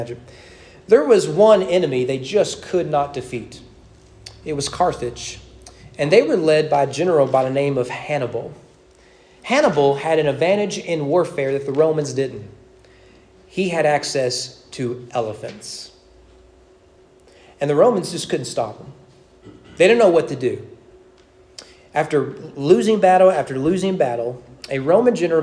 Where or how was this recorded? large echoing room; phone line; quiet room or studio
large echoing room